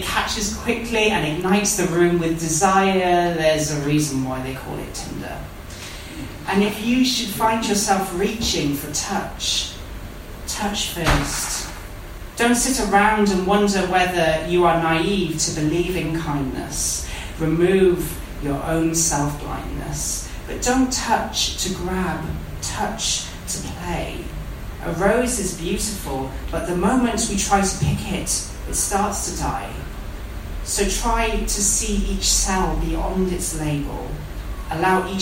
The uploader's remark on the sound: Recorded at the RVT (Royal Vauxhall Tavern)